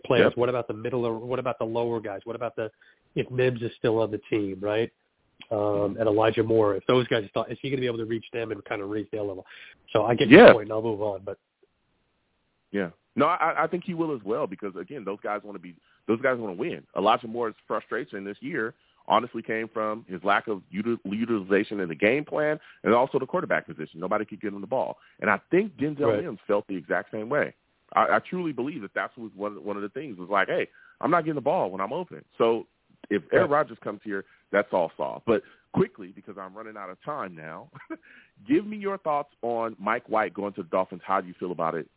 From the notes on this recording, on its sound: I take live callers!